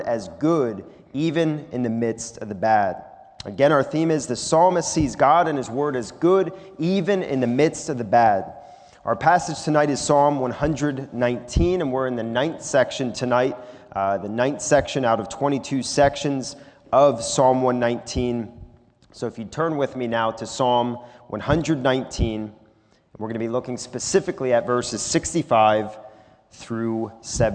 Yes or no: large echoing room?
yes